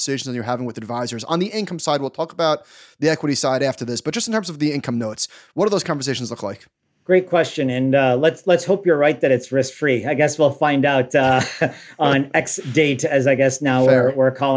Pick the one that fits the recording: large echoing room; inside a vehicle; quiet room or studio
quiet room or studio